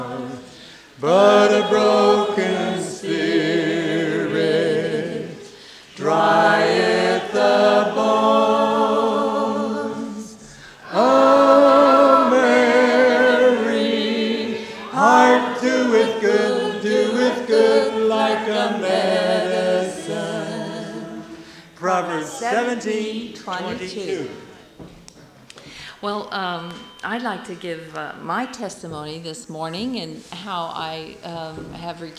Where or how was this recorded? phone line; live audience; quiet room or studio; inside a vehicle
live audience